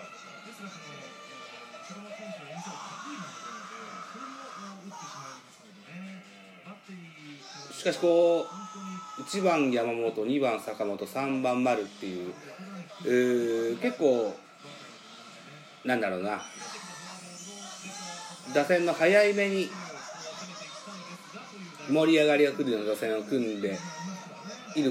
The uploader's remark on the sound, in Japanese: ナゴヤドーム。Radiotalk。IPad収録版。